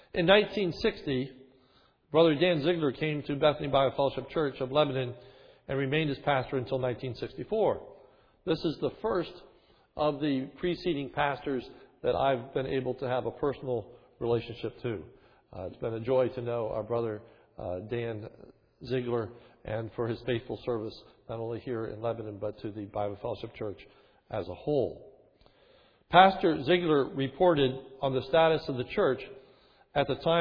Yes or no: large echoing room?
yes